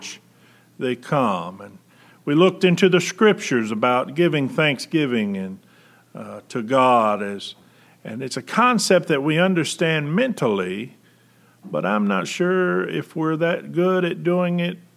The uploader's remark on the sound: At General Baptist Church God's House of Prayer in Fairborn, Ohio.